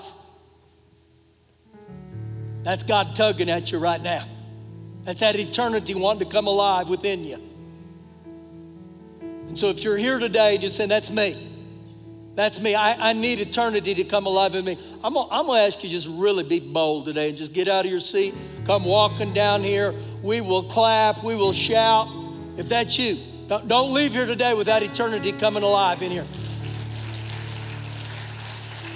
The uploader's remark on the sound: Recorded live during our Sunday morning service